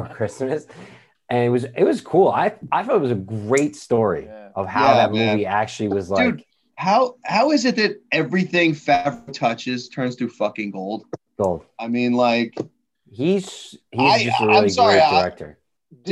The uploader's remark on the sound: We recorded this on December 14th, 2020, on Zoom so there are some small sound discrepancies